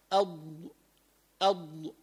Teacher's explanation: الاستطالة قالوا العلماء معناه امتداد الصوت، يعني لما نخرج من حافة اللسان إلى ما يلي الأضراس